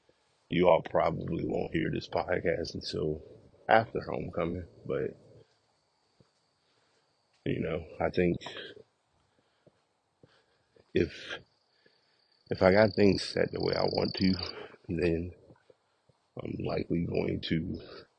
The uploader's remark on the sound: Walk Recording